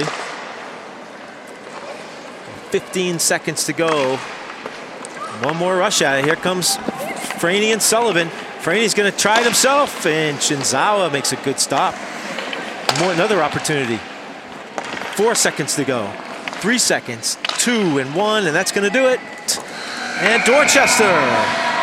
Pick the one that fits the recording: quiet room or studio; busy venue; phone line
busy venue